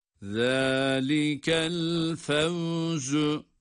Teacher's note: Buradaki za peltek olmayan ve ince olan zadır. · Term: keskin za